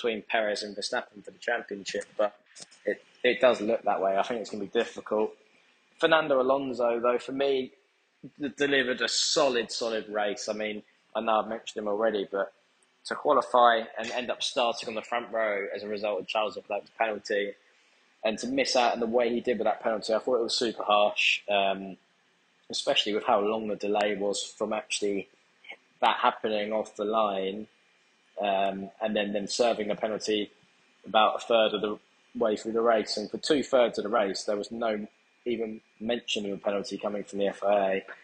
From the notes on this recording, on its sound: Immediate Post Race Reaction From Jeddah. From the Jeddah paddock. Audio quality less than usual but don't worry, the dynamic duo will be back together with microphones in a few days time!